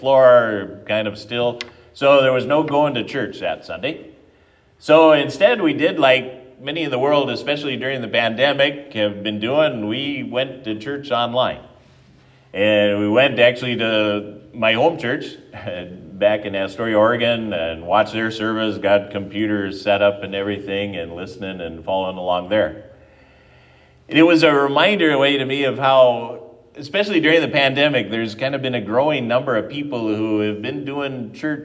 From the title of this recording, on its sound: at Triumph Lutheran Church, Ferndale, Washington